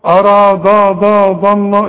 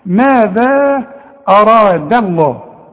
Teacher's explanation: رقق لي الدال وفخم لي الراء وفخم لي اللام بتاعت لفظ الجلالة · Shown in: second take